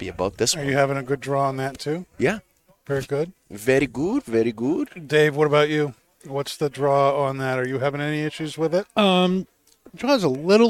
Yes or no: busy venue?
yes